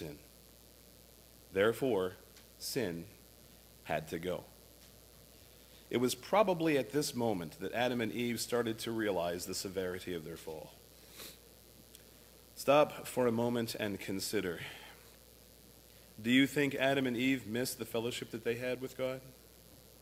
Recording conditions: large echoing room